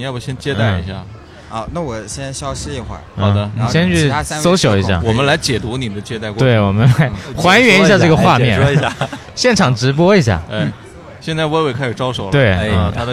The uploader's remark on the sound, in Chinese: 市集现场。尤其在市集摆摊过程中。我们还是尝试了一次公开录音，面对形形色色走过的观众。